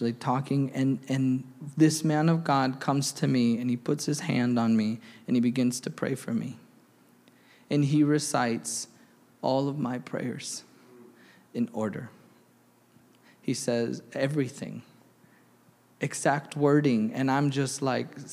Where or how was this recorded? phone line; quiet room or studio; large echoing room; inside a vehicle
large echoing room